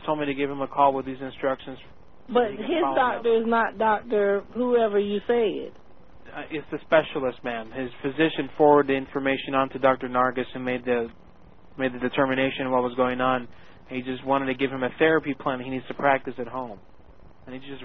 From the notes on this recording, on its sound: Personal Prank Phone Calls Collection